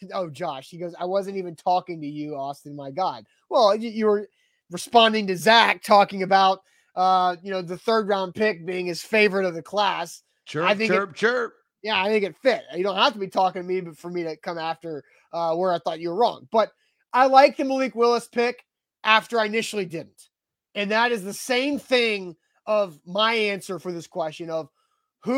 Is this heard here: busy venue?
no